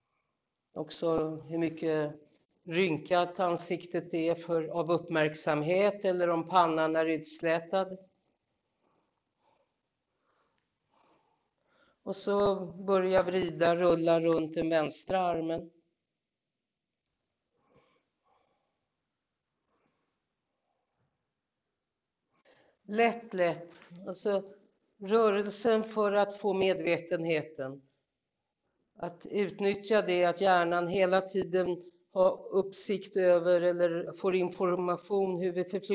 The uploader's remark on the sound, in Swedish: Lektionen är en liveinspelning som följer deltagarnas rytm.